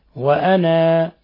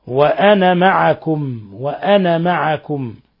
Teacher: إخواني هنا هذا نلاحظ أن هناك دائرة مستطيلة على الحرف، هذا يدل على أن الحرف لا يلفظ به وصلا، يعني الألف لا تثبت وصلا، أما إذا وقفنا عليها فنقف عليها بحركة وأنا، أما إذا وصلناها وأنا معكم يعني نثبت فتحة فقط. إذن وأنا معكم من الشاهدين، ميم ساكنة جاء بعدها ميم متحركة، أدغمت الميم الأولى في الميم الثانية، وهو ما يسمى بإضغام المثلين الصغير.